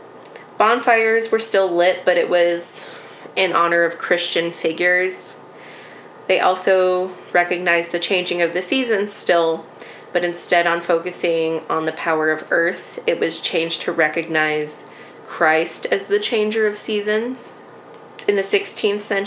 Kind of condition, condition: fault, sounds in the background